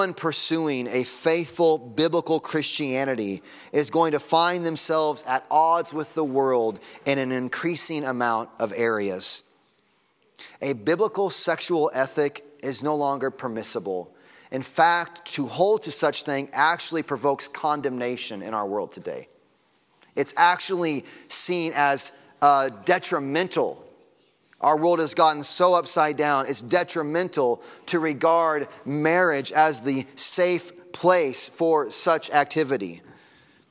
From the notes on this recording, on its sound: Sunday Morning Sermon Audio.